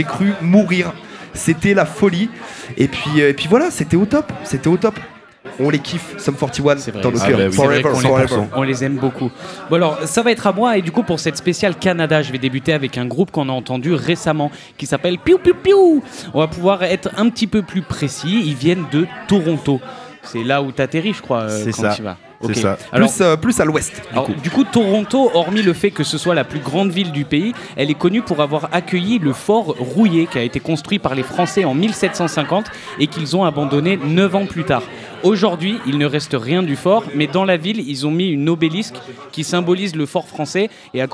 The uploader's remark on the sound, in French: Enregistrée par HRZ Records. Cette émission a été enregistrée au Keystone Pub à Clermont Ferrand.